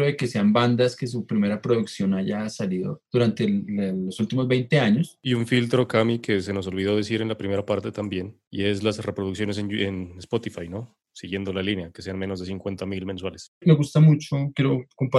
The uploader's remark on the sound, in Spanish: Episodio grabado el 10 de Julio de 2020 en línea, desde Bogotá - Colombia.